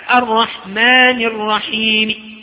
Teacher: فالروم سآتي ببعض الحركة مع الكسرة، سآتي ببعض حركة الكسرة، ولا أمد أكثر من حركتين اثنين اللي هو المد الطبيعي. فسوف أقول مثلا الرحمن الرحيم.